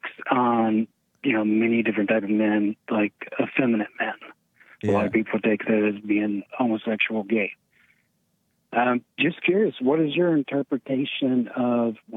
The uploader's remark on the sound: A ton of calls!